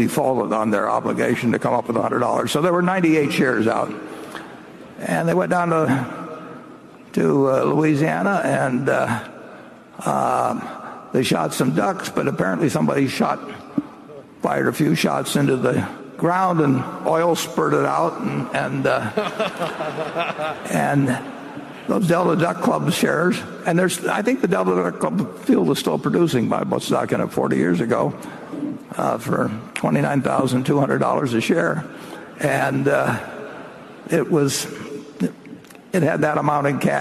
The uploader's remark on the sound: This is one of the highlights from the five hours of Q&A at the 2019 Berkshire Hathaway AGM in Omaha.